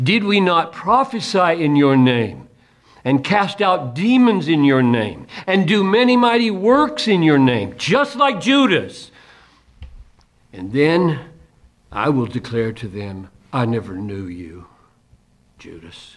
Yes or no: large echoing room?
yes